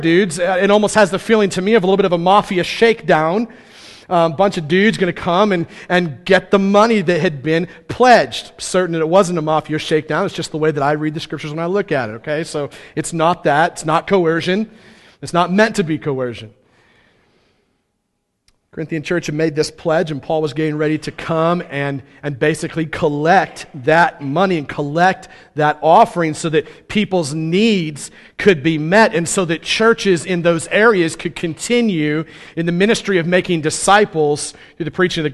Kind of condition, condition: setting, large echoing room